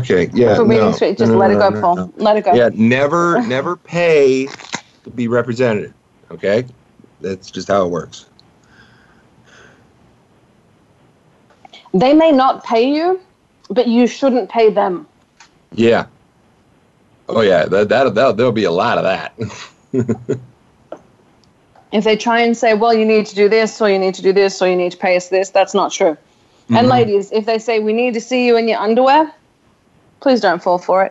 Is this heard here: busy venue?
no